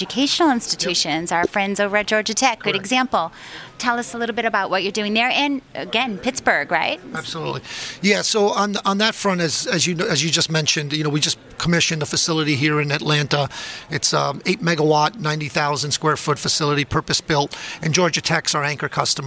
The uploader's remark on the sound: Live from ITW 2019 in Atlanta on JSA TV.